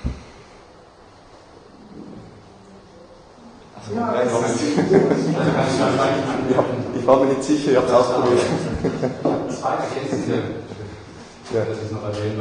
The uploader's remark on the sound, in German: Diskussion zum Vortrag.